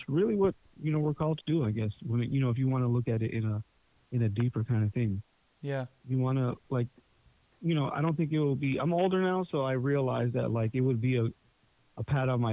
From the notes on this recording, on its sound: talk on the phone